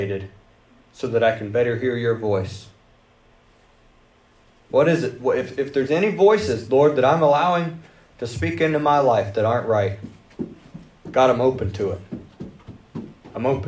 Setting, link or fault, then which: setting, large echoing room